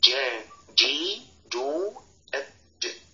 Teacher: من وسط اللسان مع ما يحاذيه من سبق الحنك · Term: مخرج الجيم